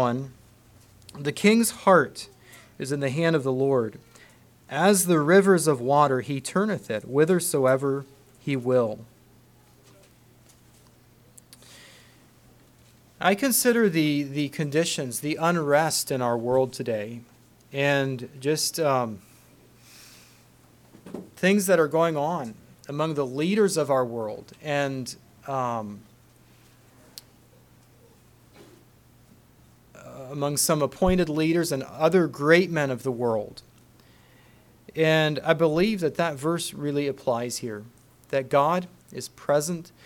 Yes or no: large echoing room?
yes